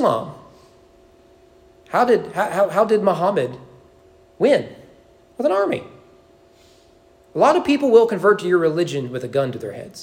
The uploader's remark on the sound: Sermon preached at East Frankfort Baptist Church on October 22, 2023 during evening worship.